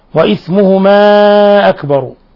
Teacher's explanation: مد منفصل، ومد من 4 إلى 5 حركات، انفصل حرف المد عن الهمزة في كلمة أخرى